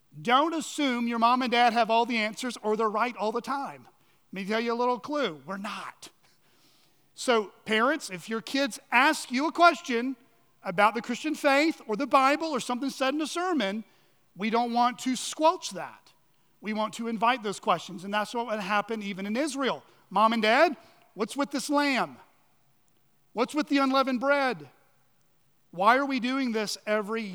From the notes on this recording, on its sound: On the morning of March 19, 2023, at Chaffee Crossing Baptist Church in Barling, AR.